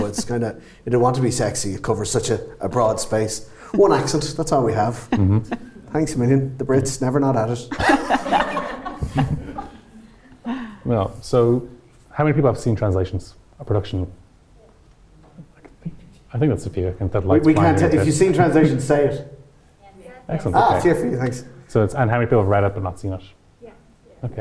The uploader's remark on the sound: Motherfoclóir was invited to the Kildare Readers' Festival in Newbridge in October, and this episode is the recording of that show